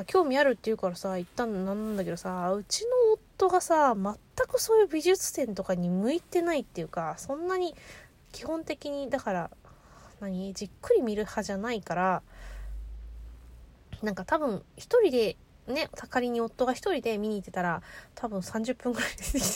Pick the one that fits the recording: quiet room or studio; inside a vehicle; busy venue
inside a vehicle